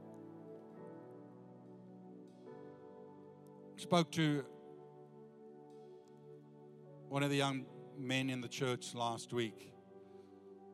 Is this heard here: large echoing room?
yes